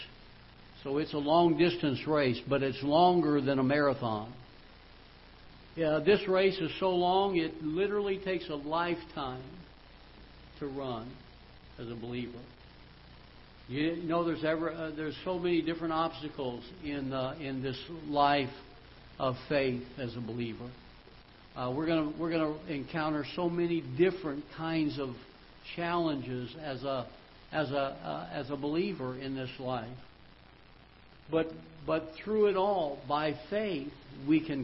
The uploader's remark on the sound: Ketha Heights Baptist Church ~ Live Broadcast